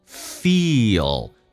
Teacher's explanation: 首先它是一个长元音 e，然后再加一个 l，这个发音叫 o。最关键是 l 这个发音很难处理，就是因为它的舌尖要抬起来，靠向你的上齿龈，在上牙齿后背一点点，叫 o ofeel。通常在发这个音的时候，中间会加个也或者加个都是可以，叫 feel。